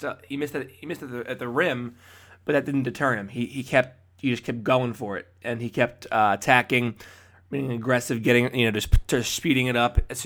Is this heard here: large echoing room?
no